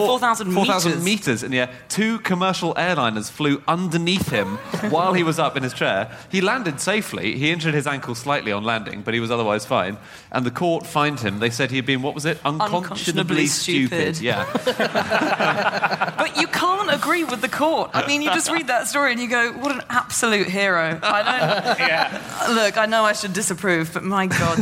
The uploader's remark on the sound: Live from the Cheltenham Literature Festival